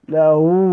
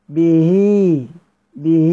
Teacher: إما أوصلها بواو مادية له، له أقرأ واو، أو بياء مادية أيضا به، به، كأن الواو والياء تماما مكتوبة في الكلمة، لابد أن تنطق، لأن كثير من الذين يقرؤون لا يصلون الهاء، لا يصلون الهاء. · Term: صلة الهاء